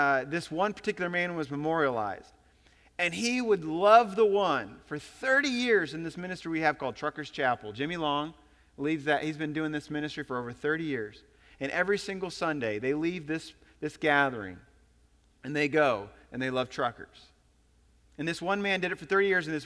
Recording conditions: large echoing room